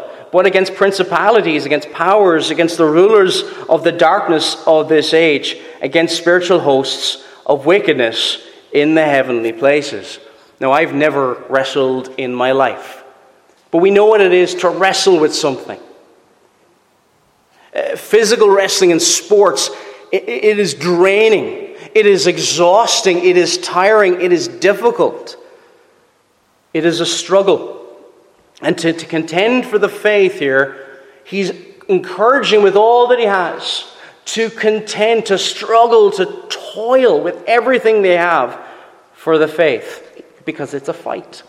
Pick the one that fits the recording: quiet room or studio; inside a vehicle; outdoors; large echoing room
large echoing room